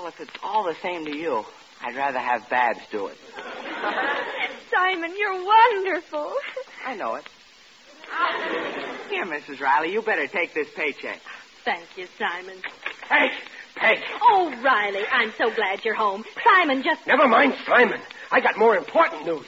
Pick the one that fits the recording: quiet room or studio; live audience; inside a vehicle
live audience